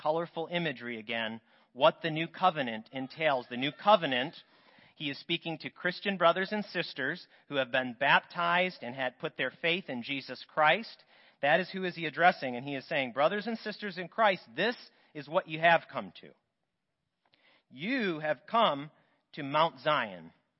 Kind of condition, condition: setting, large echoing room